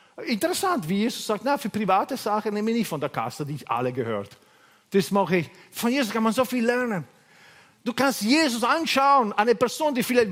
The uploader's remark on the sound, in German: Gottesdienst live aus der LIFE Church Wien